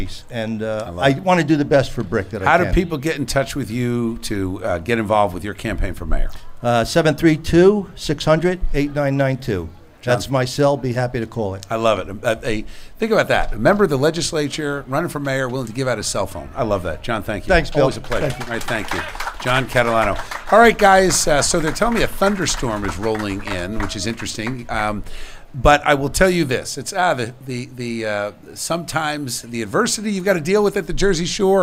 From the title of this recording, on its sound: Live From Jenkinsons In Pt. Pleasant Beach